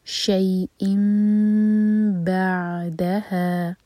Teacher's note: تو جب تنوین کے بعد با آئے تو نون کا ساؤنڈ میم میں چینج ہو جاتا ہے · Term: اقلاب